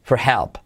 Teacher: y la R de for decae, for help, no se pronuncia